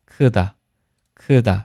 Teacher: 大的这个发音呢，辅音呢是送气音，对吧？气流呢是最大的。